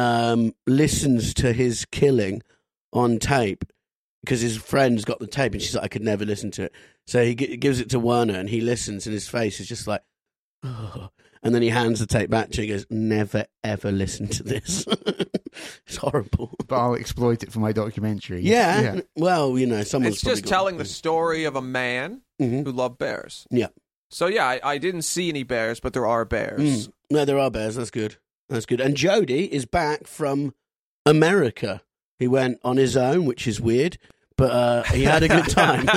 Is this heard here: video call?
no